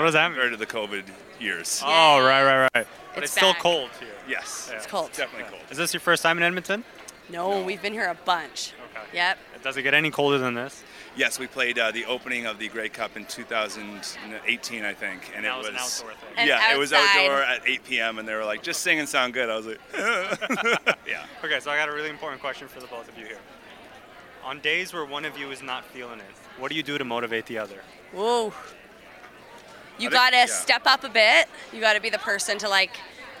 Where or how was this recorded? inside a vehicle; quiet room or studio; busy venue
busy venue